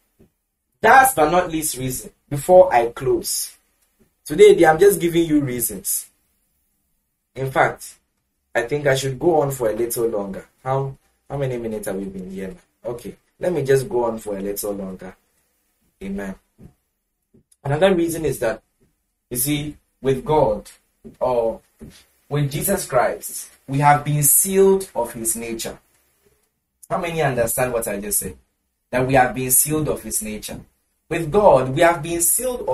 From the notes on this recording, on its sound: Preached at the The Joy To The World Christmas Service, Accra, Ghana.